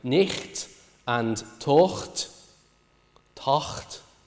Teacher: You also get, finally, the loss of ch, so the voiceless velar fricative in words like night and taut